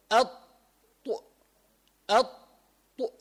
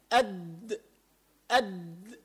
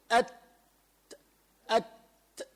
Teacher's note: طرف لسانك إلى أصول عليا الثنايا، محل منبتن، منبت السنان اللي فوق بالوسط، بيخرج منهم ثلاثة حروف، الطاء والتاء والدال